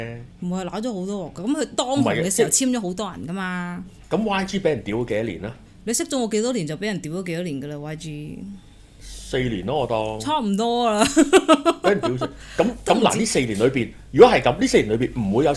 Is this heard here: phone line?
no